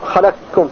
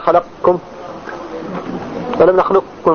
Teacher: ولا يبقى للقاف أي أثر · Shown in: first take · وجمهور القراء يبقى نعم الاستعلاء في القاف، قال خلقكم ولم نخلقكم مقصد. · Term: الإدغام التام